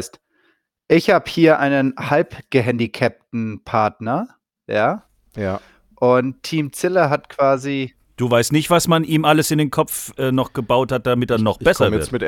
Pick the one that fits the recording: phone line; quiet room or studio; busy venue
quiet room or studio